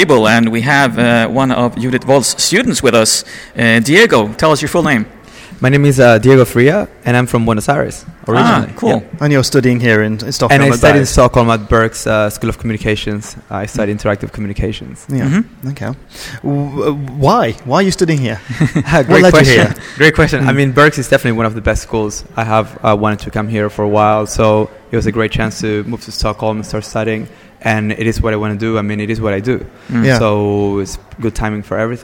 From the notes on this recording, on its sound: Recorded at Web Service Award 2013 in Stockholm, Sweden.